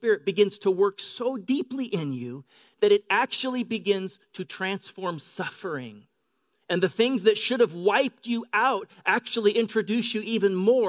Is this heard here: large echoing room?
yes